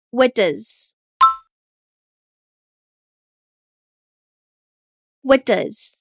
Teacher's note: since both sounds share the same placement in the mouth, in fast native speech, they blend together into one sound. So instead of saying, what does, you can say, what does.